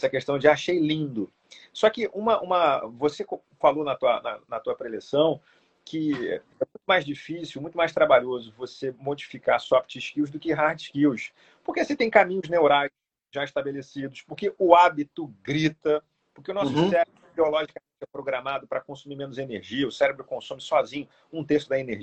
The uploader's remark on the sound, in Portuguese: proveniente de uma live realizada no nosso perfil do instagram